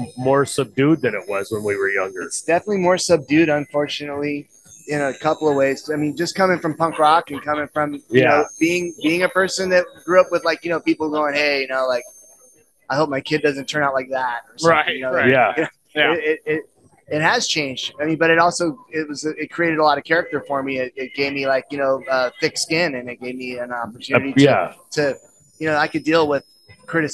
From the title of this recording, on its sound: live at the Seaside Tattoo show